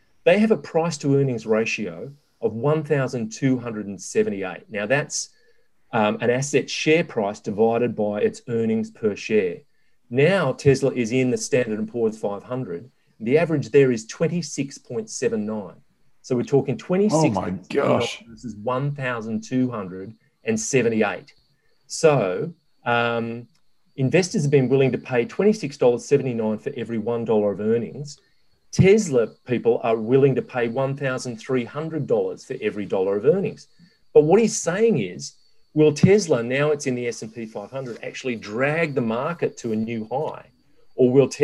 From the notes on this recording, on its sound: gather in cyberspace